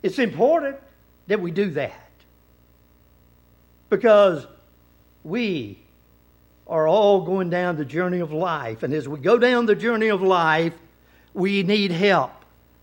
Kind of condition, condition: setting, large echoing room